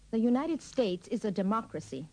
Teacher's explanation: pronounce the A in democracy and Republican with a schwa